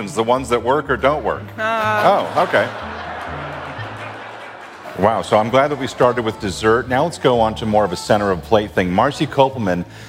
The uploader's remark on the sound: We come to you live (well, we recorded it live) from the Trader Joe’s Annual Captains Meeting. Every year, we gather every Captain from every Trader Joe’s across the country together.